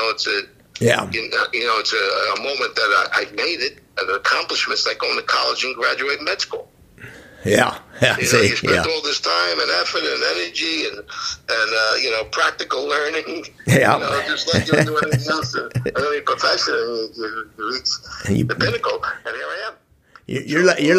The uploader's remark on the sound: This is a re-release of an interview I did last year. Via telephone.